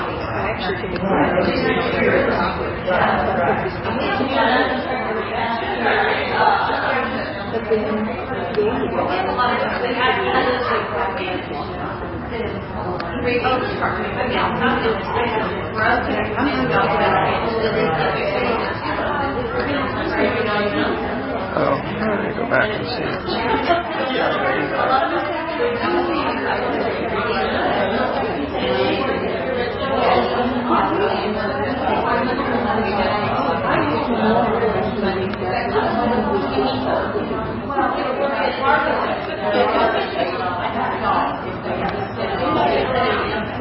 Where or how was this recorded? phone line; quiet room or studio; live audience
live audience